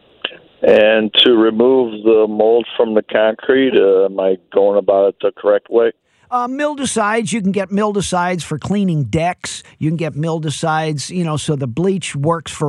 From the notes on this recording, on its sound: takes your phone calls and answers your questions